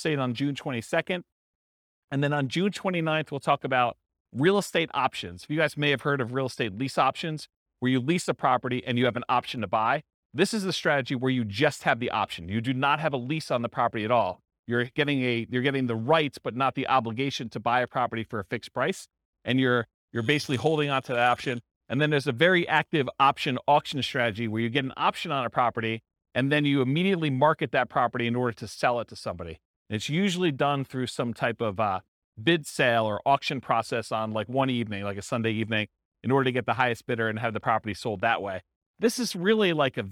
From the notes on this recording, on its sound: This was a live class recorded